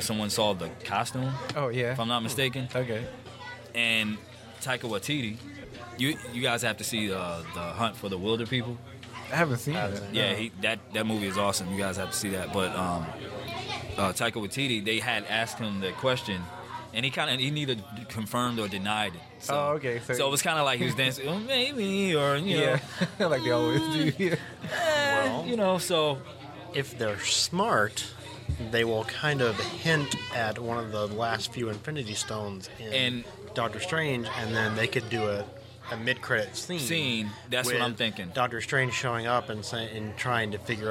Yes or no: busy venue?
yes